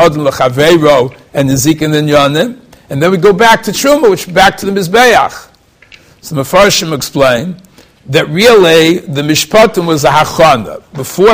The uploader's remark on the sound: Shiur recorded in Yeshivas Ohr Reuven, Monsey, NY.